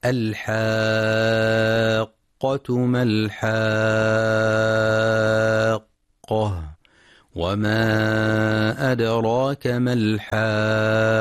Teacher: مد لازم كلمي مثقل يمد بمقدار ست حركات، لأن حرف المد الألف جاء بعده حرف مشدد القاف التي أصلها ساكنة ومتحركة، وهذا السكون ثابت أصلي في الكلمة.